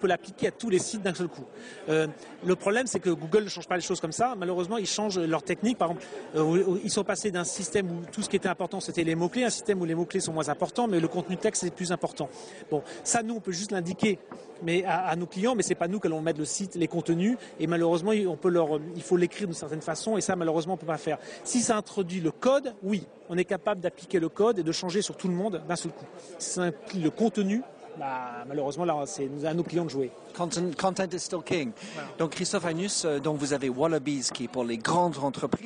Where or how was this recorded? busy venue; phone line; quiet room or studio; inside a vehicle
busy venue